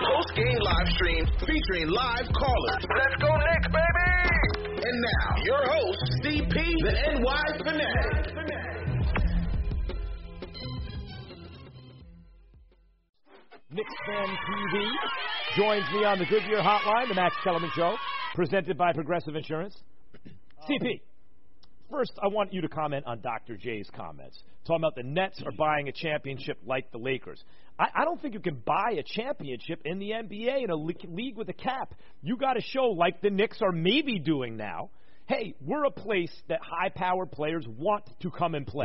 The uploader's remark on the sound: finish the interview via phone